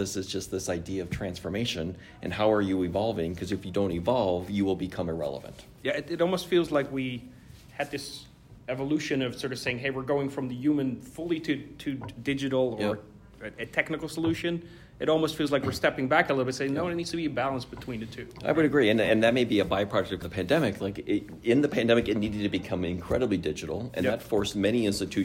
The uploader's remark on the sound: Viva Las Vegas! Insights from CBA Live 2023. Live from one of finance’s biggest events.